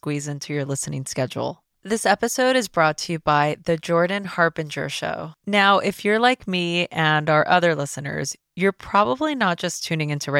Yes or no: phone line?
no